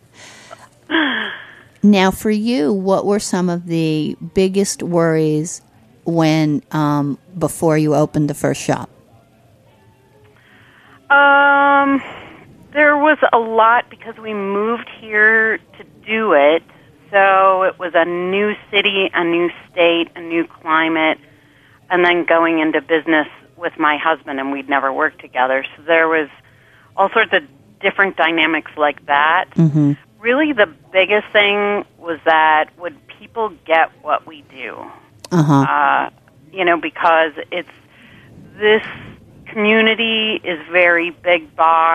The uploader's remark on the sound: Calls in from North Carolina. Joins via the phone from Las Vegas.